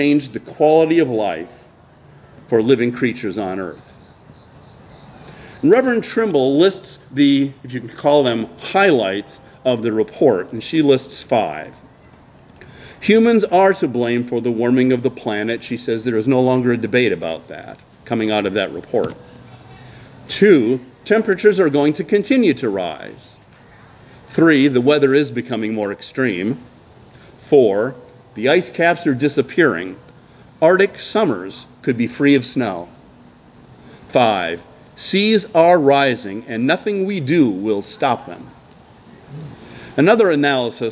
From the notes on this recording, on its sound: preached outdoors at Lorel Park in Skokie